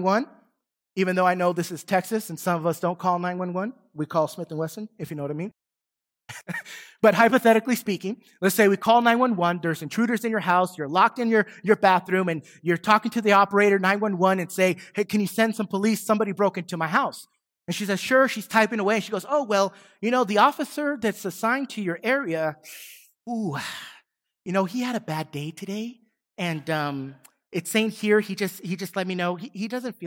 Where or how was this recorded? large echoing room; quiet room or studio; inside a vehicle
large echoing room